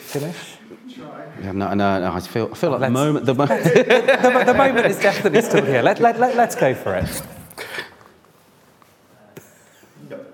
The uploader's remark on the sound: The speakers present their work in an exciting, quickfire format. Each speaker had eight minutes, followed by eight minutes of questions from the audience.